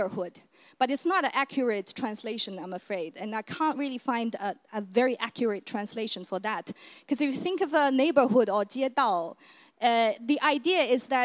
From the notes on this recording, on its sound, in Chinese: 上海中非关系研究网络（China-Africa Shanghai International Network，CASIN）在上海「那行文化——零度空间」举办了一场中非文化沙龙。活动以中英双语进行，演讲者用英语发言，幻灯片为中文，问答环节可能采取中英双语。本期播客受权分享演讲部分的现场录音。